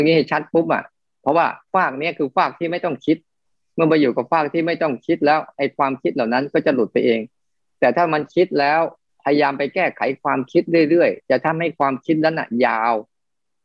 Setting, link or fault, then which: link, video call